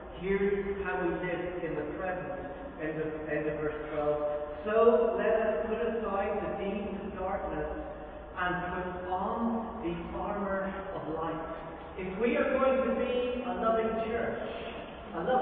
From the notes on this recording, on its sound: Very Poor Audio